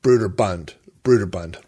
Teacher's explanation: He said Broder, like Broderbund, almost with the emphasis being on bund, like Broderbund, Broderbund.